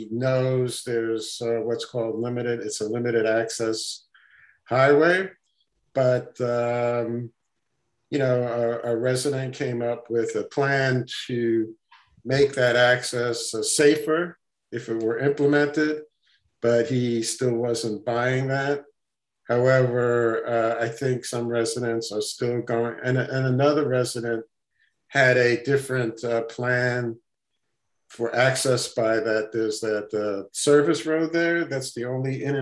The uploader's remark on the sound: meeting (via Zoom)